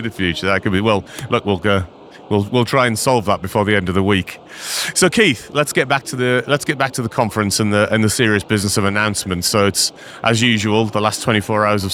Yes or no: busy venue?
yes